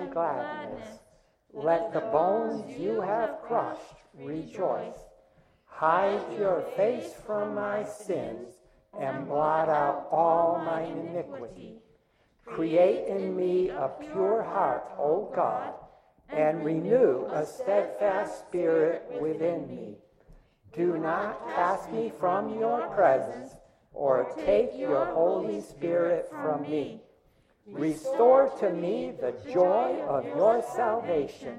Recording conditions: large echoing room